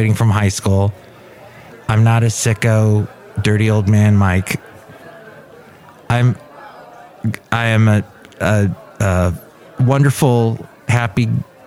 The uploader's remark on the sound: Podcasts live from Café Anyway.